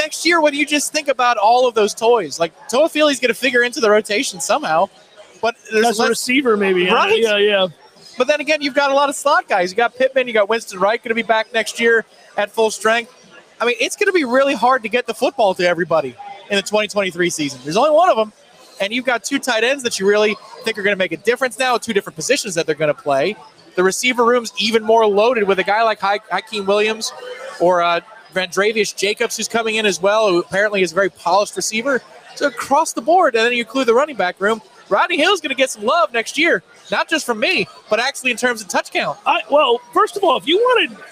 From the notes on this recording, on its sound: LIVE from the Harry Buffalo in Orlando!